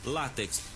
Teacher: No entanto, é muito comum o uso na linguagem popular em dizer látex, mas na verdade a palavra correta é paroxítona, sílaba tônica no lá